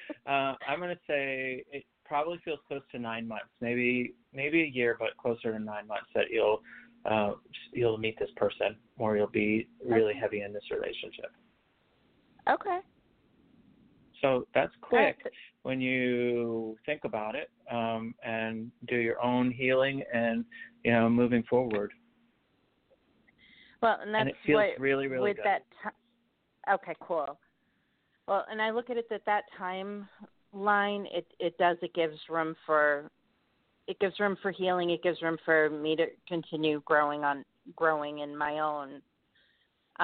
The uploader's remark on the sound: An international live show where callers can get psychic-medium readings